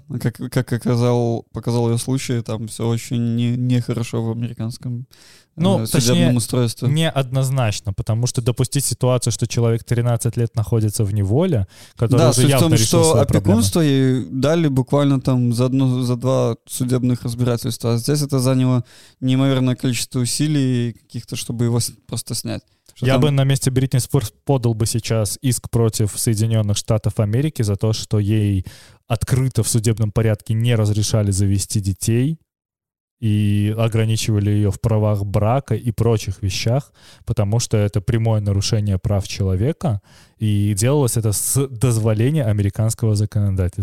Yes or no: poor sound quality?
no